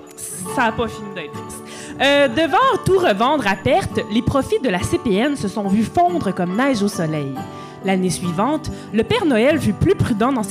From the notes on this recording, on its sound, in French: Live au O Patro Vys. Cet épisode spécial enregistré au chic O Patro Vys!